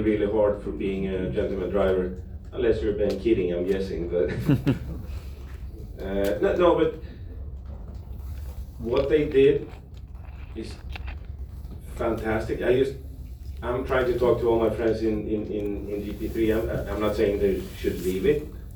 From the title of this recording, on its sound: Live from Daytona Rolex 24